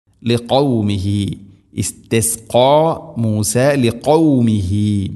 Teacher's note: തൊണ്ടയുടെ മുഗൾ ഭാഗവും കഴിഞ്ഞ് ചെറുനാക്കാണ് ഖാഫിൻ്റെ മഹ്റജ്.